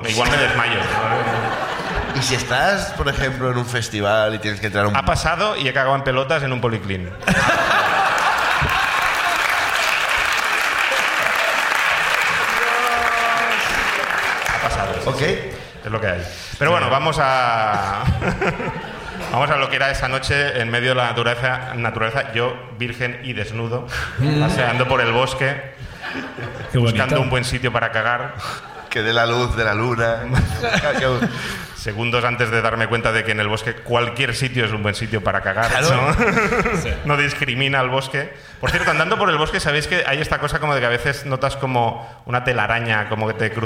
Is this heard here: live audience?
yes